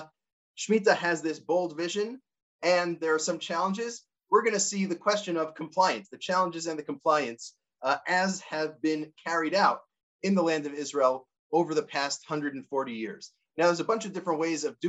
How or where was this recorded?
video call